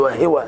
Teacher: هذه لهجة موجودة عند البعض، يقول وهو بكسر الهاء